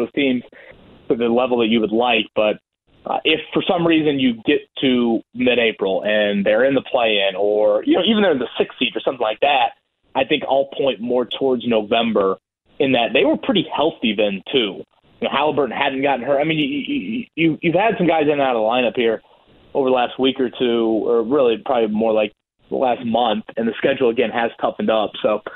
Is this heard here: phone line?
yes